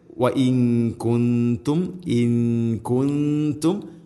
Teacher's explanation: നൂനിൻ്റെ ശബ്ദം അത്രത്തോളം അത് ക്ലിയറായിട്ട് കേൾക്കുന്ന രൂപത്തിലാവരുത്. വ ഇൻ കുന്തും ഇൻ കുന്തും അവ്യക്തമാക്കി മണിക്കണം. · Term: ഇഖ്ഫാ ബിഗുന്ന